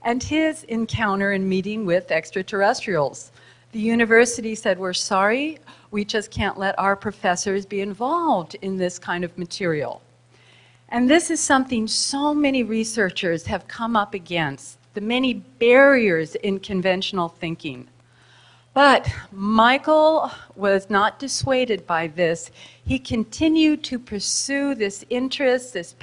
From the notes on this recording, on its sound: In this video recording from the January 2010 Earth Transformation Conference held on the Big Island of Hawaii